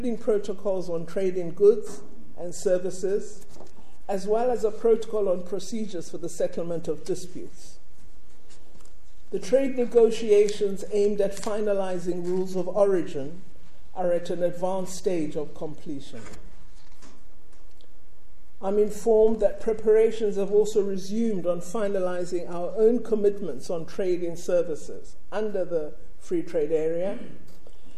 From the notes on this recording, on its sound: delivered a Public Lecture at UCT